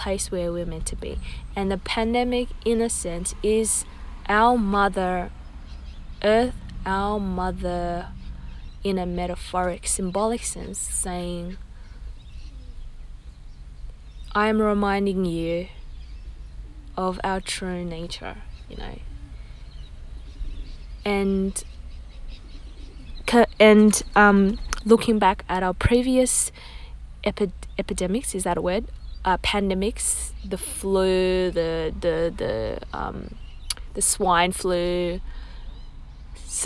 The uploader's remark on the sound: Recorded raw in my car after driving with my dog to drop off my sister to work.